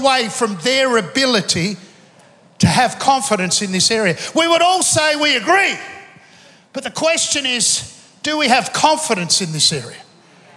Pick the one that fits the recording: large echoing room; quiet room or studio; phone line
large echoing room